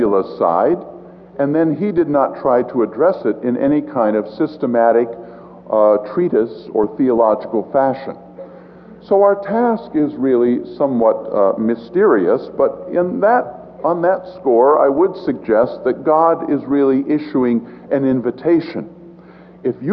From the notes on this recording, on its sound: This presentation was given before a live audience.